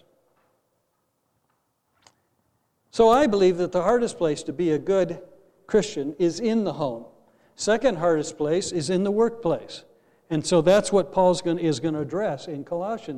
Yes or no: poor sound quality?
no